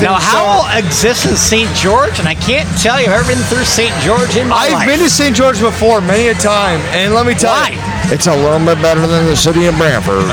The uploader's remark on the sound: We hope you enjoy the environment as live music plays in the background throughout the podcast.